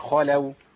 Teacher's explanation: خاء مفتوحة تبقى مفخمة تفخيم عادي